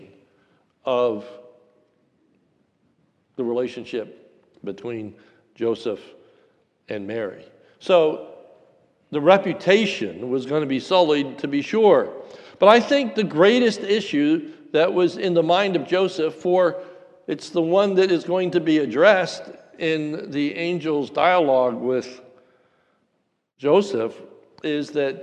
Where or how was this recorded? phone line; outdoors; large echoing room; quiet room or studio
large echoing room